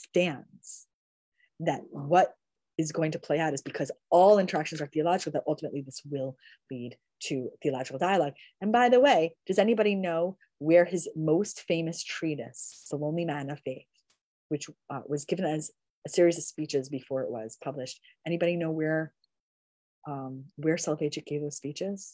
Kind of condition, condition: link, video call